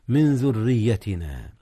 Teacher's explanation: أما الراء في ذريتنا المكسورة فهي مرققة